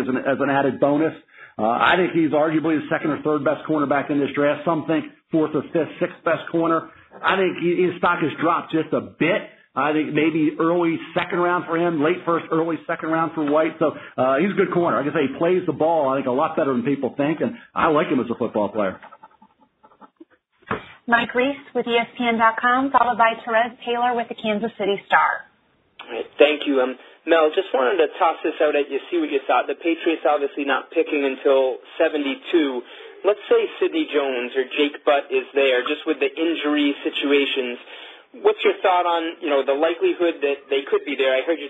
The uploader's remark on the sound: NFL Draft Conference Call. In a conference call.